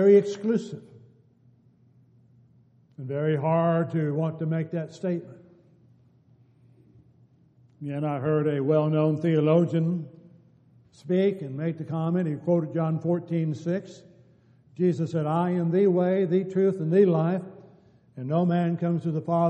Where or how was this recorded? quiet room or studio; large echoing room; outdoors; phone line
large echoing room